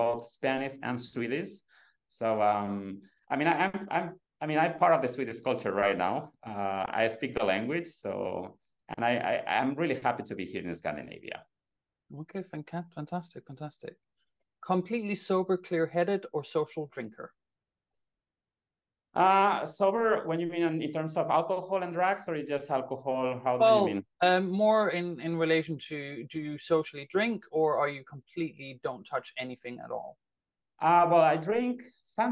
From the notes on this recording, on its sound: Recorded on 29 September 2023 on Zoom.